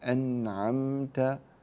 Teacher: هذه النون في أنعمت الخطأ أن تقلقلها · Term: نون ساكنة